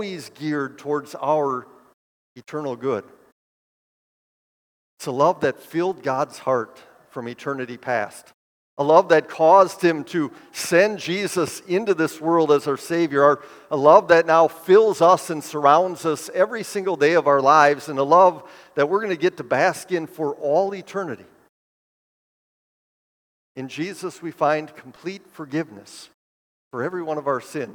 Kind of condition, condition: setting, large echoing room